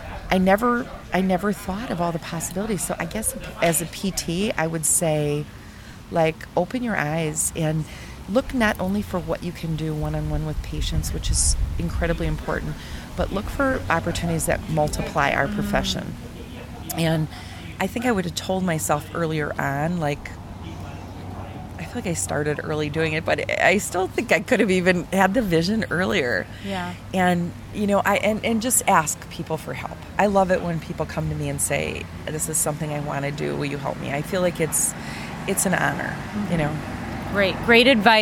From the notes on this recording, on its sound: LIVE from the Annual Private Practice Section Meeting in Orlando, Florida. I am coming to you live from the private practice annual private practice section annual meeting in Orlando, Florida. We're sitting outside.